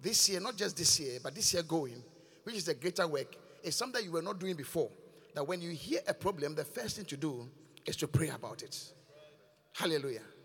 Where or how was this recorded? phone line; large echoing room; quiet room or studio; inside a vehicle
large echoing room